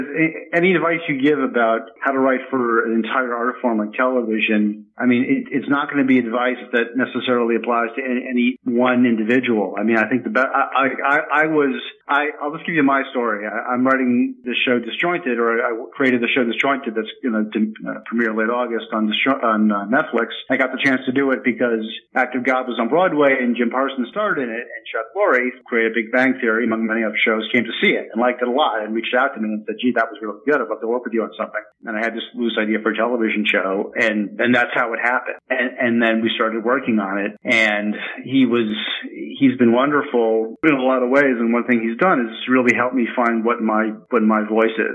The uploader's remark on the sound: He called in from his home in Hollywood